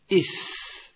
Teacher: ينفتح اللسان ما بينه وبين الحنك الأعلى ويخرج الهواء عند النطق به · Term: حرف منفتح